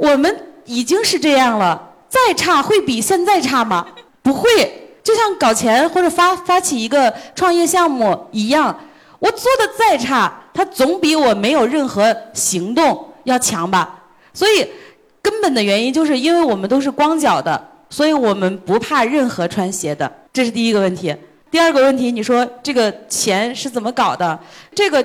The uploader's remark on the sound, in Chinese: 杭州听友会特辑